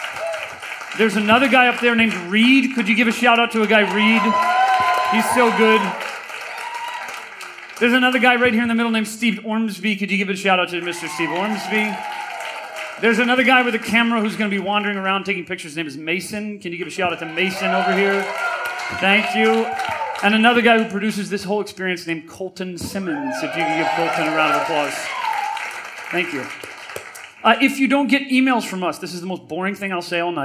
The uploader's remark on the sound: We recorded this talk live at the Bootleg Theater in Los Angeles.